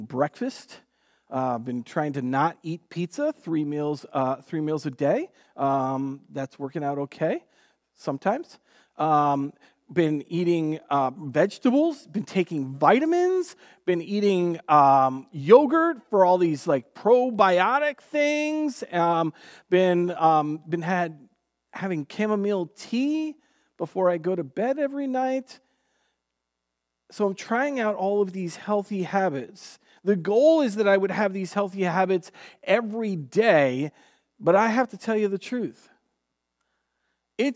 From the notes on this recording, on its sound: Recorded on June 7th, 2020 at Word of Life Church in Le Sueur, MN. WHOLE SERVICE AUDIO.